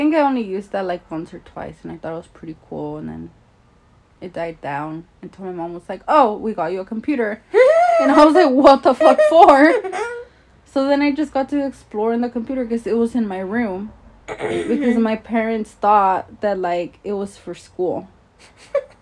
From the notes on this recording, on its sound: trigger warning: loud noises and loud loling